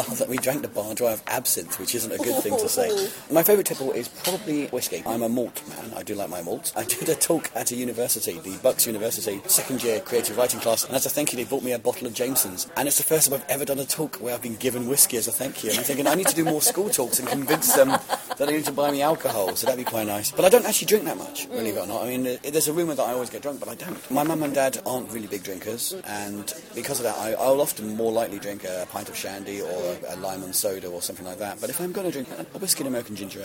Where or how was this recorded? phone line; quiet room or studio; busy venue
busy venue